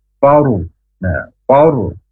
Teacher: Ada rok sukun sebelumnya berharokat fathah. Nah, ini tebal. Yang tebal roknya, faknya biasa saja. · Term: tafkhim